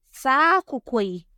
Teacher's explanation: the high tone of the final syllable of the preferential modifier spreads its high tone onto the first syllable of the noun, which has lost its low tone. · Term: tonal spread